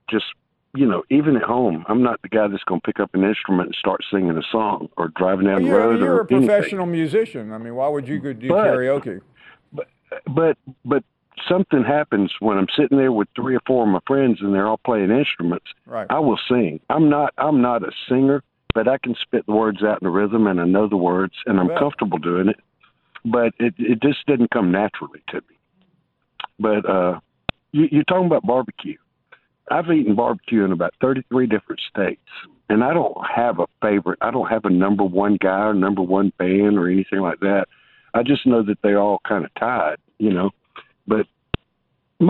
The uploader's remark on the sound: We wrap the show up with an hour of your phone calls